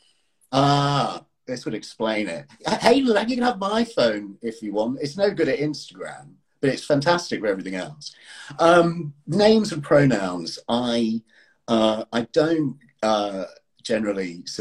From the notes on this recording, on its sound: Recorded on 28 January 2023 on Instagram Live